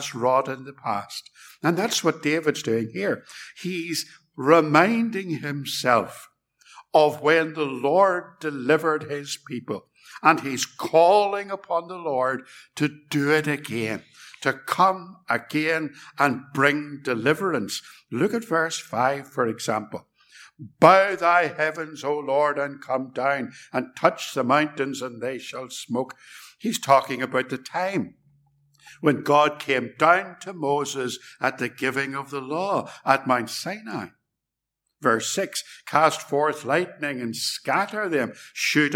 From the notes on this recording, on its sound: This sermon was preached at Ballymacashon and Templepatrick Reformed Church. It was recorded at Templepatrick.